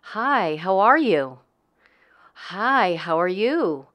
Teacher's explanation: It's not monotone like this. Feminine intonation is generally higher, longer, and moves around more.